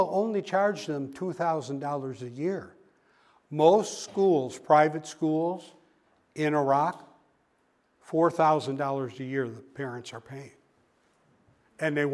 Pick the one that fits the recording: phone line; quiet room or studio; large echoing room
large echoing room